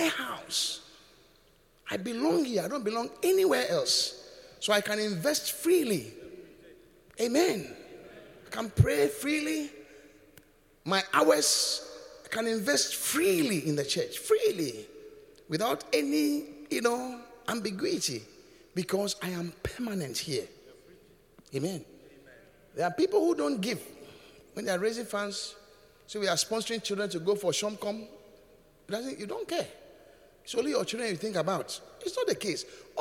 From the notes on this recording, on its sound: Preached at The Qodesh